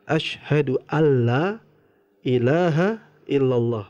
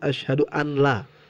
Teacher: nunnya tidak diucapkan langsung kepada masuk idgom itu masuk ke huruf lam · Shown in: first take · ashadu alla ilaha illallah begitu Kecuali kalau syahadat yang kedua, asyhadu anna Muhammadar Rasulullah. · Term: idgom bilaguna